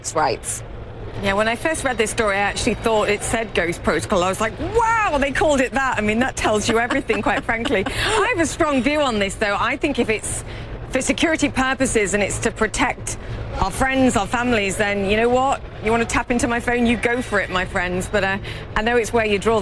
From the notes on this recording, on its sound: live from the New York Stock Exchange